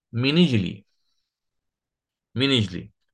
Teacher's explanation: بالنقل، فقرأت بالكسر، لا ليس بالفتح، بالكسر، بالكسر، فنقل حركة الهمزة المكسورة إلى النون الساكنة قبلها، فصارت النون مكسورة